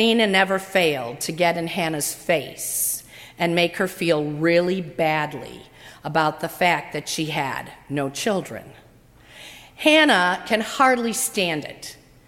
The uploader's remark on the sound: during the 10:30 AM service on Sunday June 3, 2018 at First Presbyterian Church of Arlington Heights, Illinois.